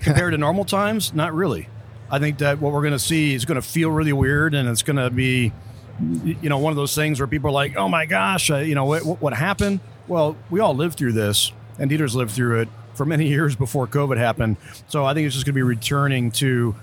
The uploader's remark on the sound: they recorded live on the floor of the AIMExpo in Las Vegas